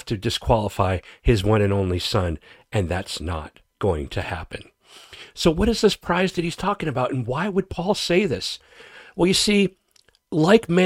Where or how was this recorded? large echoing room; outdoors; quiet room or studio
quiet room or studio